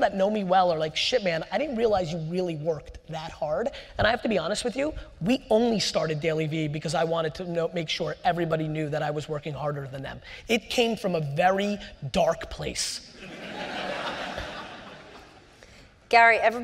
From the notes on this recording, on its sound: This was an all-time keynote. At the 92nd St Y.